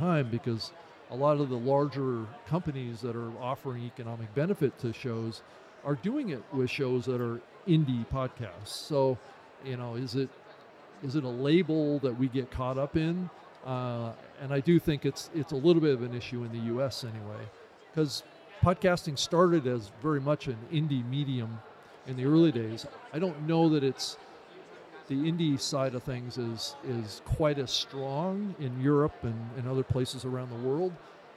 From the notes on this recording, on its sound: Live in London. Islington's Business Design Centre became the backdrop for Europe's new breakthrough event for the podcasting community: 350+ world-class speakers, 150+ panels and sessions, global industry brands, networking, mentoring and a whole host more across 2 days. Podcast Radio was on-site and in-action, chatting to the movers and shakers of the podcasting world.